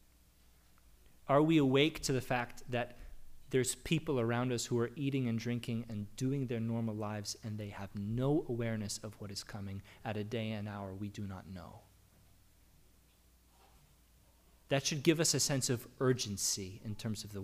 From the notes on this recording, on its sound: The audio recording of our worship service on June 12, 2022.